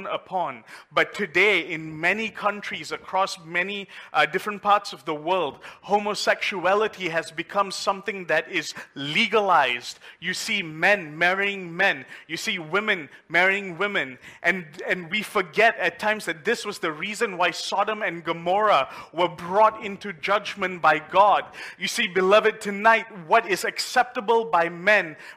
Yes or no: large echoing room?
yes